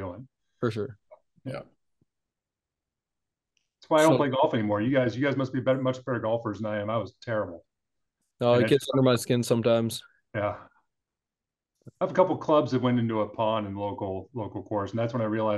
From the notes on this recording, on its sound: we host a zoom call